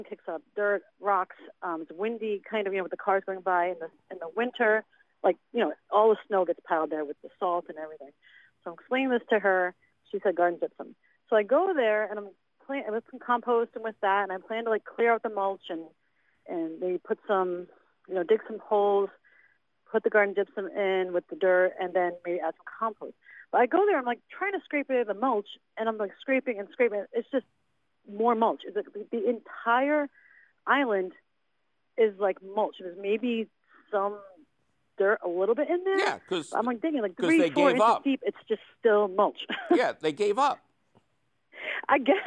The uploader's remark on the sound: it’s a phone call question show!